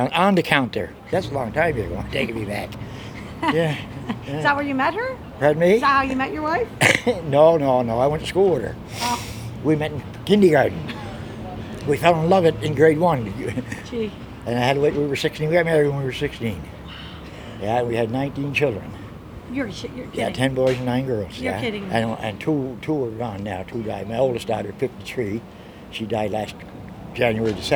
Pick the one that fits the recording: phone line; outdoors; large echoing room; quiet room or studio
outdoors